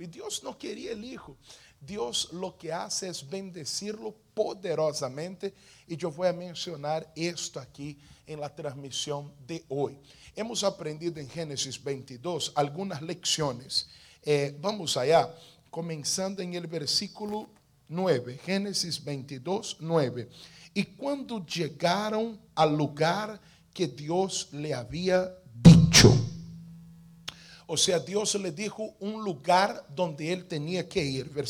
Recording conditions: large echoing room